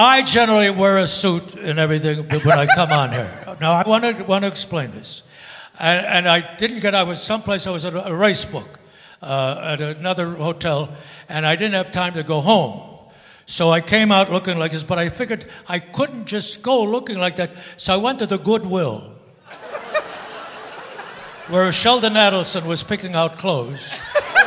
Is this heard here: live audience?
yes